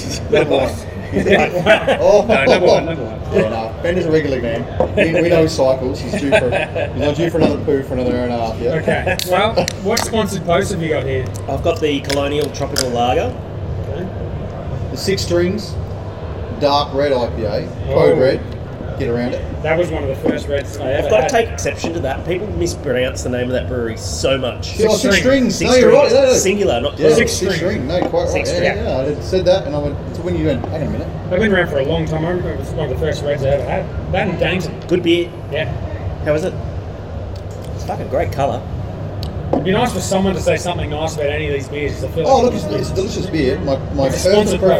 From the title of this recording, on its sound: Live from GABS with Big Shed Brewing